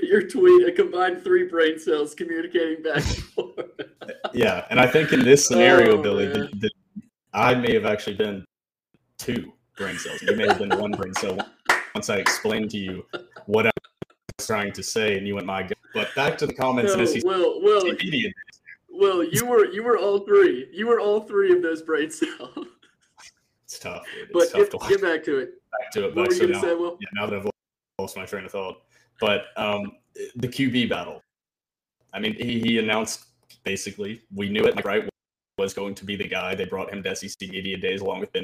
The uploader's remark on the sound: Dores at SEC Media Days. Bare with us, we had some minor audio issues.